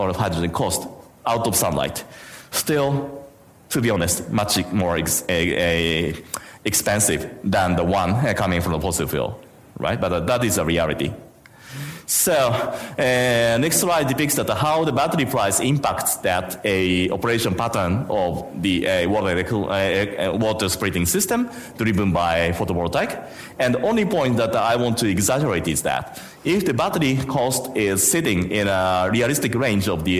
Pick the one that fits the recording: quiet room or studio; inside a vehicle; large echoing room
large echoing room